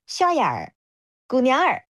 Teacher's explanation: 杭州话当中它的这个儿其实都是分开的音节，它不会卷舌头 · Term: 儿化音